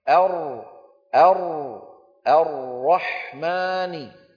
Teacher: أما الراء فبالعكس ينحرف الصوت بها من جانبي طرف اللسان لفين؟ إلى وسطه. انظروا إلى الصورة التي على اليسار كيف أن صوت الراء كان يملأ الفم ويمثله أربع خطوط متوازية سوداء، ثم بدأت يعني تقترب من بعضها وتتجمع في منطقة وسط اللسان ليتابع الصوت طريقه إلى الخارج. · Term: انحراف الراء